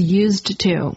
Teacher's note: People get confused about this phrase because the D and the T sounds between the words are easy to run together